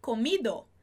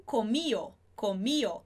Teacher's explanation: Comer seria comido, e aí eles pronunciariam comio, comio, com esse I mais forte, comio. · Shown in: second take